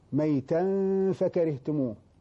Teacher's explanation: فهنا إخفاء حقيقي لكن مقداره حركتان